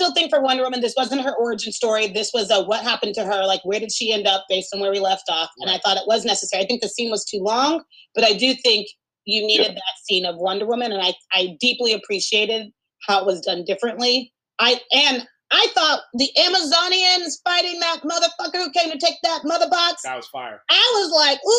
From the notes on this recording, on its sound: Brought our group chat to life by jumping into a zoom session and hitting record. No professionals here.